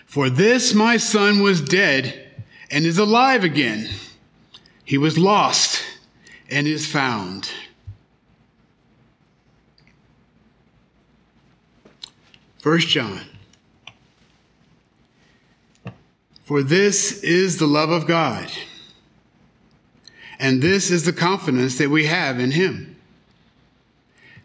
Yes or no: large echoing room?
yes